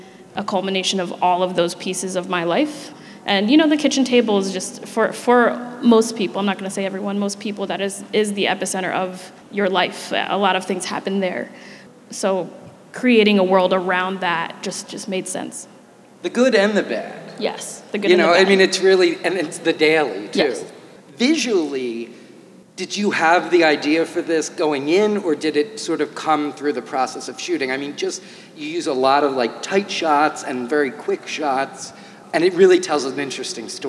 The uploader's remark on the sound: Live from BlackStar Film Festival. Live from the Daily Jawn Stage at the Kimmel Cultural Campus.